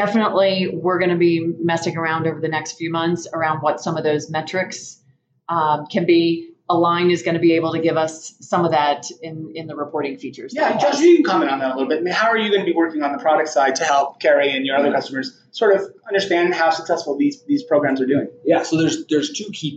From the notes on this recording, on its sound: Recorded live from the OC Tanner Influence Greatness Conference in Park City, Utah.